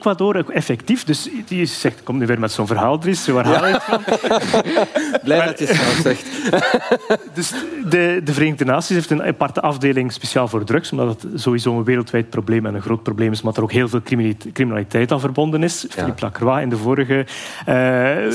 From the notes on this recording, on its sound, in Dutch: Op ons podcastfestival in Oostende vertelden we in een sessie hoe we DS Vandaag maken. Na de 'theoretische uitleg' deden we ook een echte opname.